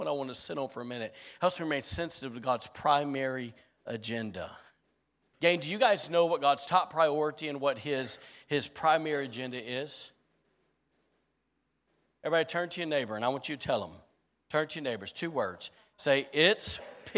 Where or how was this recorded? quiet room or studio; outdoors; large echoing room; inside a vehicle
large echoing room